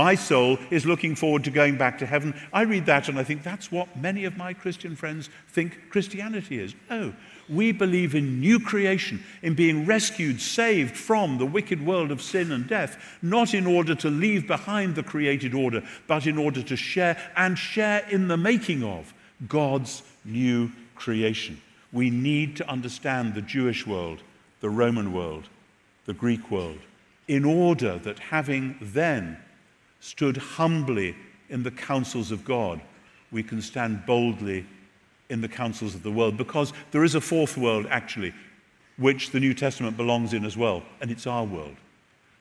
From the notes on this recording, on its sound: Recorded at The Rock Church, San Diego